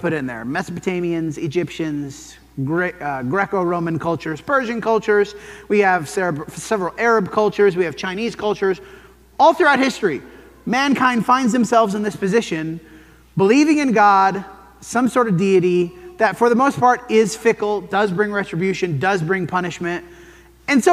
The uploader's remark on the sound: This sermon was preached at the Dewey Church of Christ